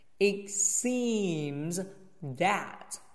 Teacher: seems 要闭上嘴巴再加一个浊音的字